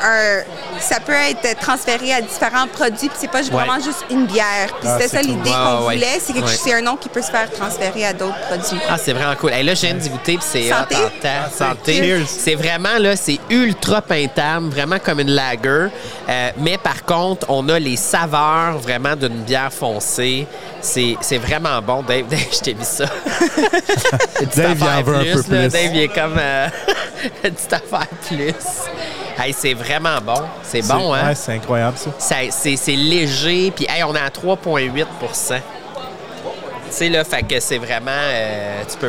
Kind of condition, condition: setting, busy venue